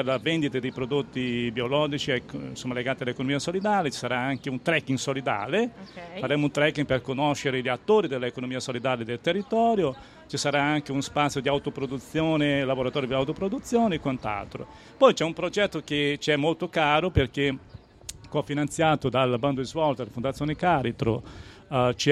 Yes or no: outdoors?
yes